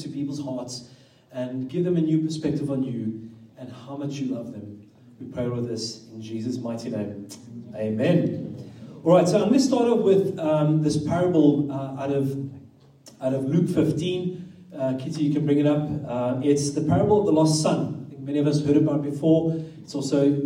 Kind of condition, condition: setting, live audience